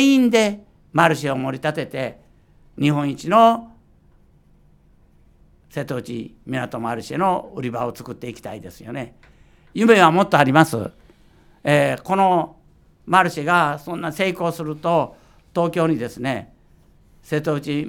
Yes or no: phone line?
no